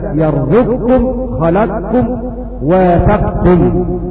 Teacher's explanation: وسقط مخرج القاف وسقطت صفته كذلك، فننطق بكاف مشددة